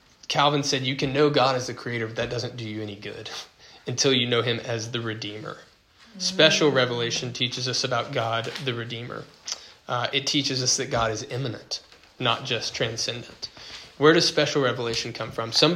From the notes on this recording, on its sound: This recording is from a recent Christianity 101 class at King's Cross Church.